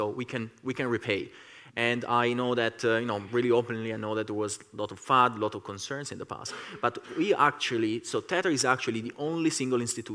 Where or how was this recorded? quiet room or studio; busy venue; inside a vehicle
busy venue